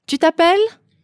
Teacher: intonation goes up at the end of the question